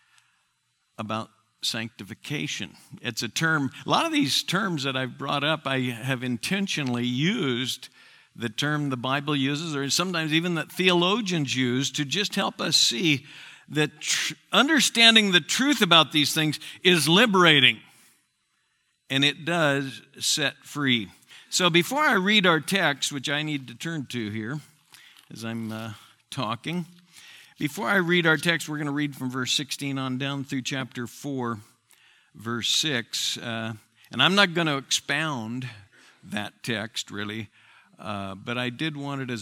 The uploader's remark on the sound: Southwest Bible Church in Beaverton Oregon